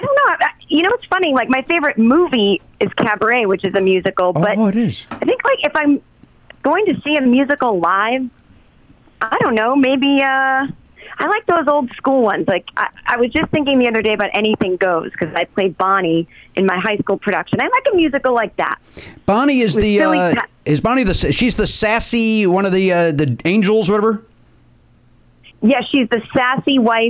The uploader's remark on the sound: take phone calls from past guests